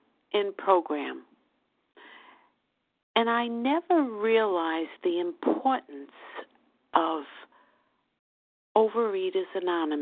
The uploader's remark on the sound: the 100 Pounders Phone Meeting, 10/19/23